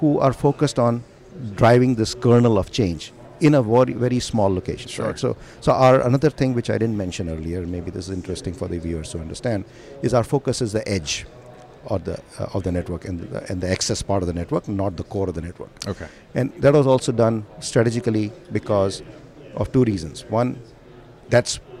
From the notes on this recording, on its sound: In this episode recording at the Broadband World Forum 2019